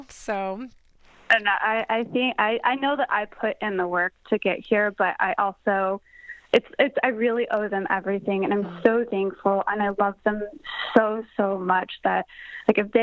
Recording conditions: phone line